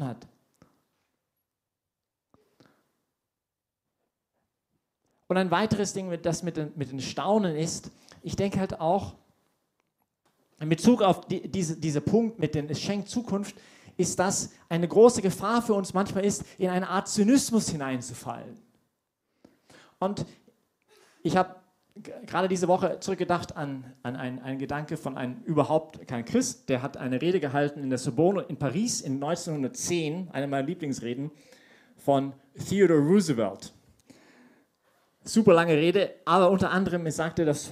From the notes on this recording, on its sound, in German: Diese Predigt wurde bei der YP Messe